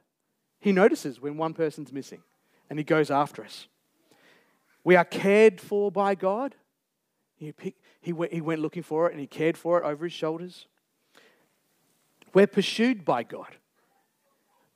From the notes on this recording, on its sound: Recorded Live on 3rd September 2023. Geraldton Baptist Church.